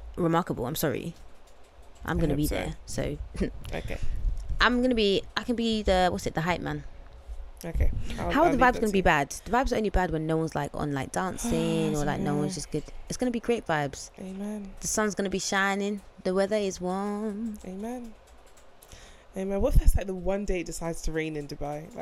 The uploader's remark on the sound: There's a bit of background noise because the window was open because it is hot af in London rn!